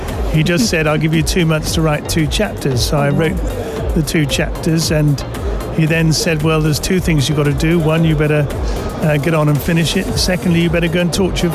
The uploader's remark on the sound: Live from SIBF 2023